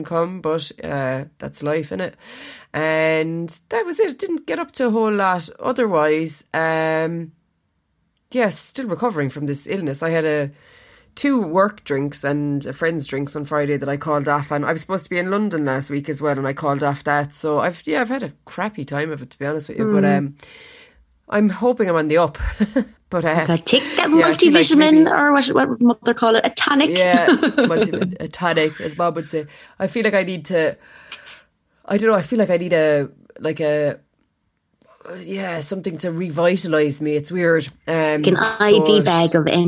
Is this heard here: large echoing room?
no